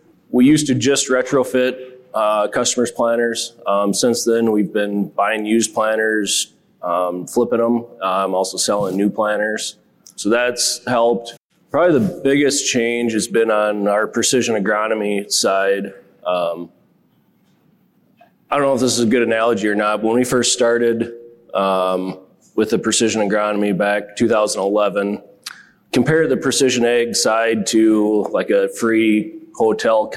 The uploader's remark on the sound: 4 of the top minds in the industry share the mic for a special Most Valuable Dealership panel discussion. On stage at the 2023 Precision Farming Dealer Summit.